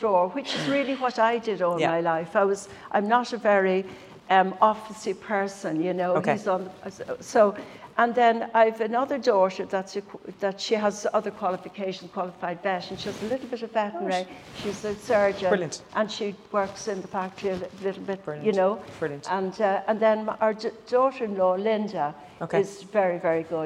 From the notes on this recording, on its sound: Cork on a Fork Food Festival with Cork City Council. This recording took place in front of a live audience and was kindly hosted by Crawford Art Gallery in Cork city centre as part of the first Cork on a Fork food festival , supported by Cork City Council.